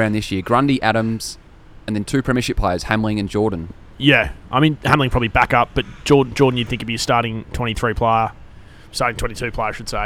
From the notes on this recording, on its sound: Join us live from the pub for our season finale!